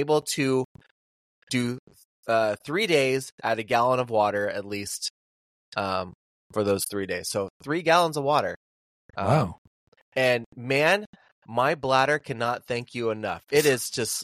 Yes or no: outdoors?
no